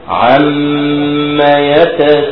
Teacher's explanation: انظر الى كلمة عم في الوصل جئنا فيها بحركتين · Term: الميم المشددة